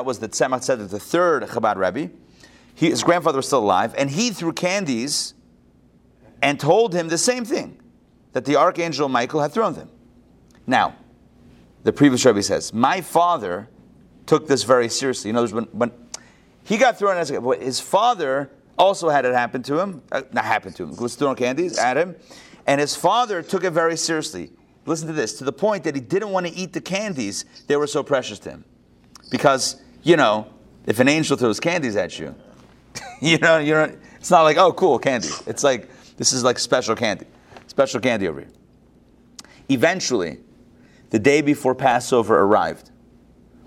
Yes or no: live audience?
yes